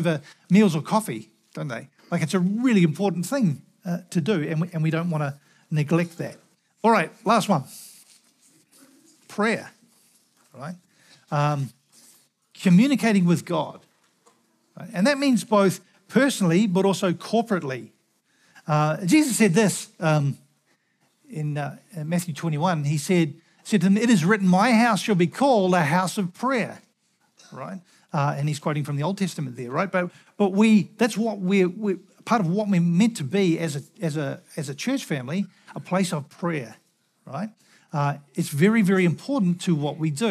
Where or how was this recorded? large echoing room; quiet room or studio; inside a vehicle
large echoing room